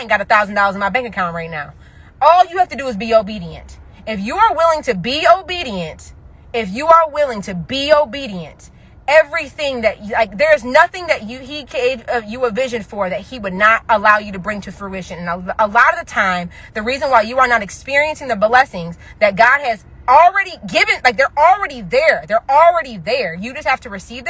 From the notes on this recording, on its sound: I recorded this episode while running errands